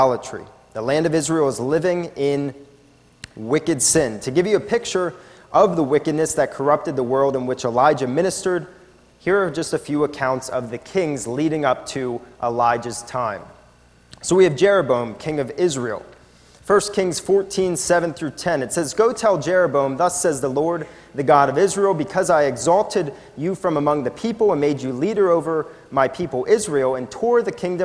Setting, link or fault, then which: setting, large echoing room